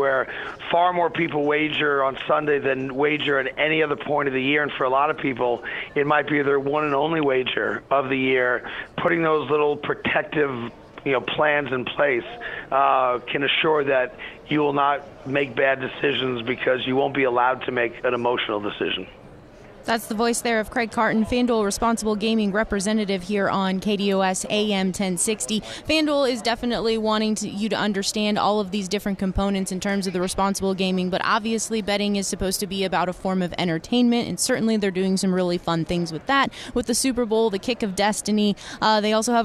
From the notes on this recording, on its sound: Extra Point live from Super Bowl Radio Row.